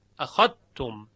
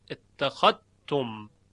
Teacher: شعبه حرف ذال رو در حرف تا یعنی تی دو نقطه ادغام می کند در ماده اخذه